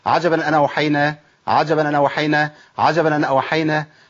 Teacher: يسقط الهمزة ويحرك وينقل حركة الهمزة على النون · Term: نقل الحركة